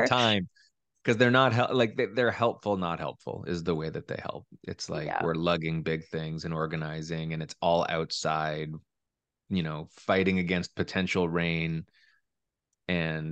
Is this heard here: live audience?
no